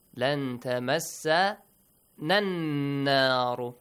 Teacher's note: Join this first noon with the next noon.